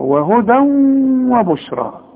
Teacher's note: تنوين تنوين وبعد واو يبقى إدغام، وهدى وبشرى يبقى لازم غن